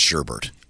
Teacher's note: Sherbert, with an additional R in the second syllable, is less commonly used in Britain.